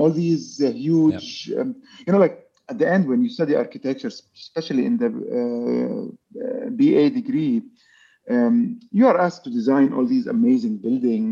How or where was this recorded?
video call